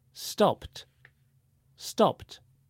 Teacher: Sometimes the E and the D at the end sounds like a T.